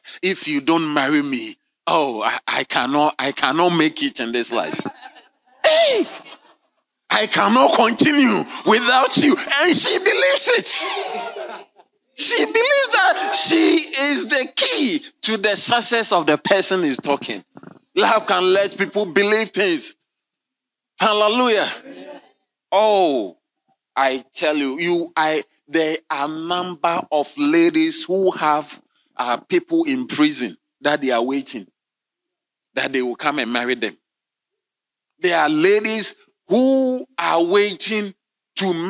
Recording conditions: large echoing room